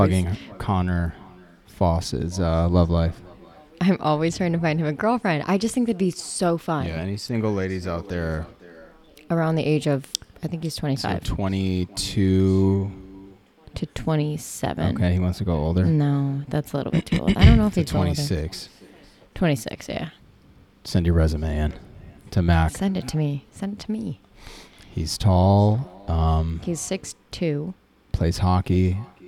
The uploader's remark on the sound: Apologies about the echo. We;re newbies at the editing thing.